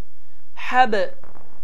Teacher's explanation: hə hərfi boğaz hərflərindəndir və boğazın ortasının sıxılması nəticəsində tələffüz olunur.